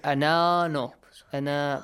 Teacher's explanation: join the word Anna with the next words, you skip the longer sound, okay? Anna, no. · Term: alif maddi